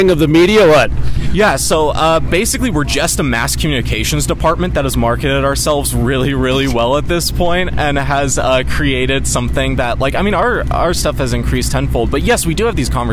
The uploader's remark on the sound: in front of the Bismarck Civic Center at the Williston Basin Petroleum Conference